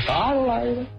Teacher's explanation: 和绝大多数东北方言尾音调值偏低有很大不同，锦州话尾音上扬，语调略显夸张